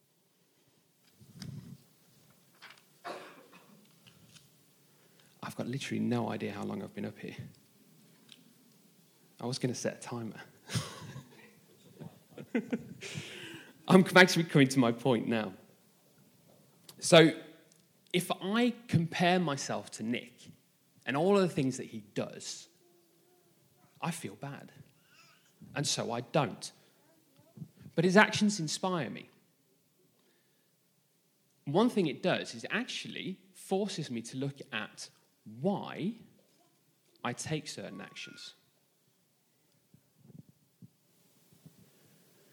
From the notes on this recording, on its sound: This message was recorded live at our Malmö Gathering on Sunday, July 9th, 2023.